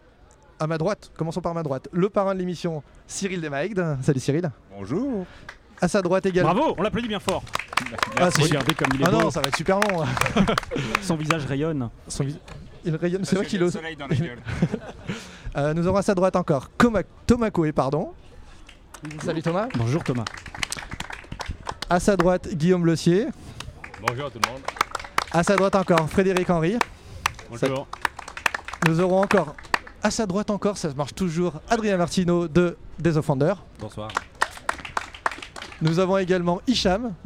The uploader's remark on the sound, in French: en direct de Paris est Ludique